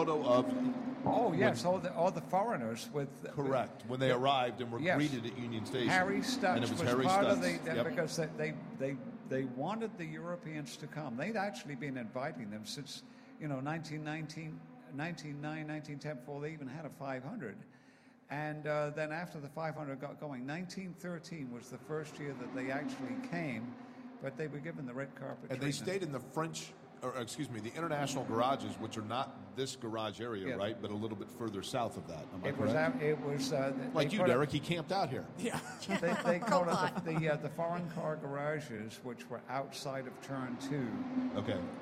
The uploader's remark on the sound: live from the Firestone Garage at IMS